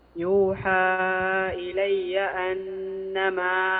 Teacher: مد يا شيخ المد الجائز المنفصل في التوسط